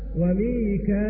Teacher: وقرأ باقي القراء بزيادة همزة وياء فيقرؤون هكذا وميكائيل، وكل منهم أيضا على أصله في مد المتصل وتوسطه.